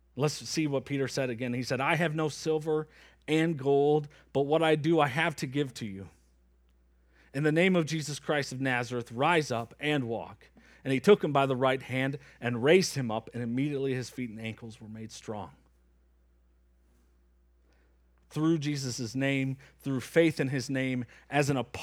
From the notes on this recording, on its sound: Preached from Acts 3 at Springbrook Church in Antigo, WI.